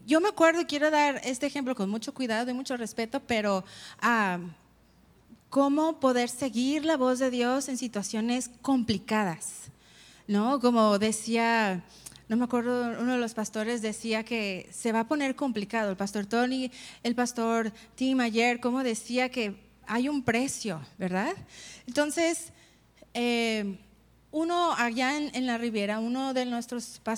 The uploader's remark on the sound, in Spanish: Conferencia En Vivo 2019.